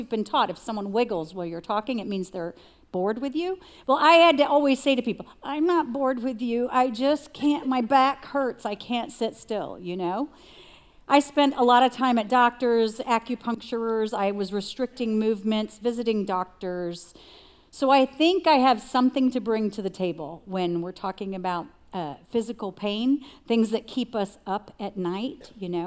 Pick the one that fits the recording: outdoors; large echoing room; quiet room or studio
large echoing room